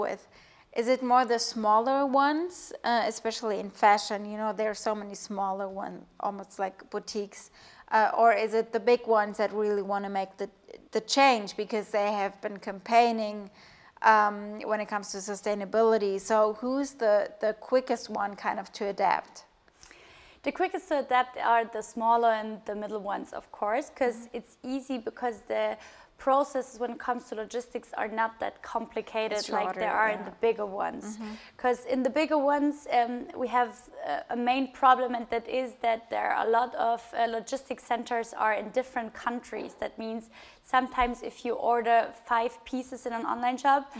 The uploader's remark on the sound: Together with “HubSpot for Startups” and Forbes, Listen&Grow hosted a live podcast festival in Berlin.